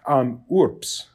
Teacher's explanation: the B sounds like a P because it's before an S.